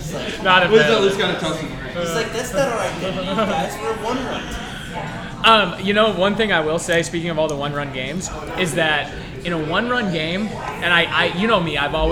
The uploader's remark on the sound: LIVE from Intermezzo Carmine